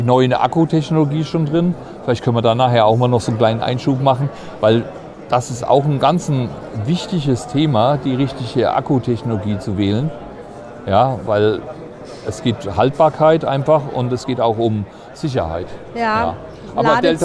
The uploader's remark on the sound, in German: Podcast: Caravan Salon 2023 live mit EcoFlow. Live-Folge vom Caravan Salon.